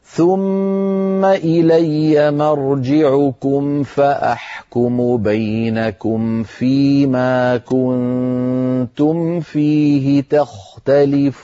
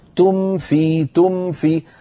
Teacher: ثم إلي مرجعكم فأحكم بينكم فيما كنتم فيه تختلفون بلطف بعد أن يقول مثلا كنتم تم بعد ما يطبق شفتيه من أجل الميم تم في فينتقل من ميم ساكنة بإطباق الشفتين إلى وضع أطراف أسنانه العليا على باطن الشفة السفلى وهو مخرج الفاء تم في فهكذا ميم ساكنة بعدها فاء بلطف ولا يقوم بحركات.